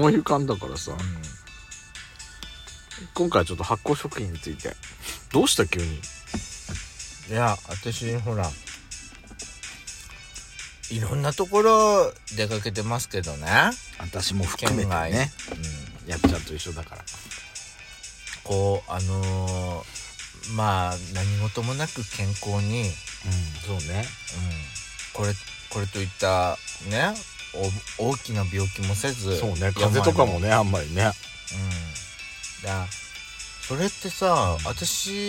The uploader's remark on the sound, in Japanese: 2人組。パーキング収録。